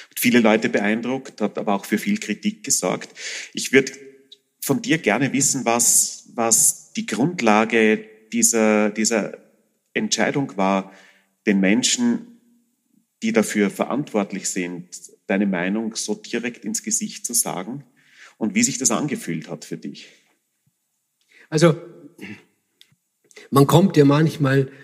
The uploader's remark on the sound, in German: Live-Mitschnitt vom FAQ Bregenzerwald 2018.